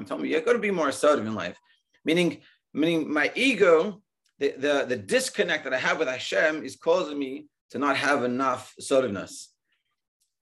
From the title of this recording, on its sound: Daily Zoom Shiur